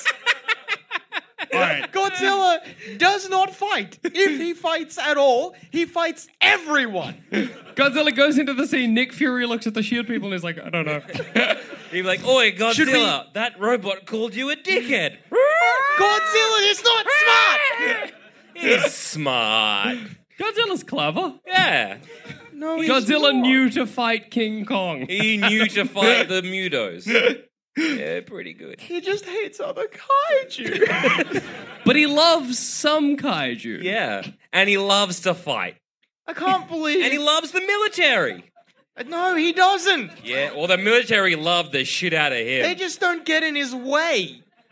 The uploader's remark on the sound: Part of our 2017 UK Tour. Recorded at the Glee Club in Birmingham.